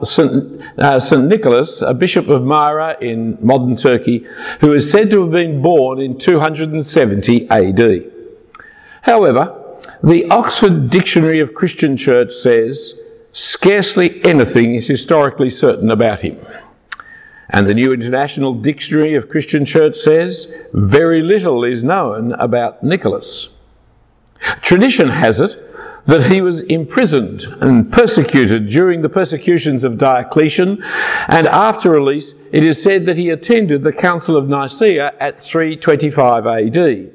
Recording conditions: large echoing room